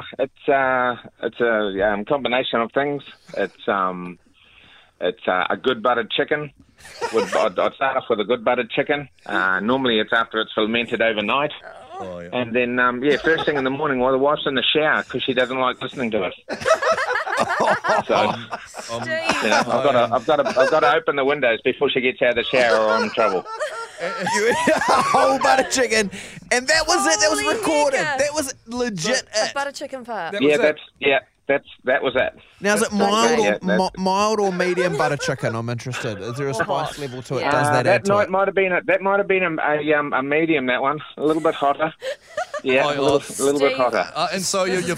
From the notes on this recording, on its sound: joins us on the phone